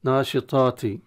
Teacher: فقد يغلب أحيانا يقرأ هو الناشطاطي، أو يرقق الطاء الأولى ويجعلها كأنها تاء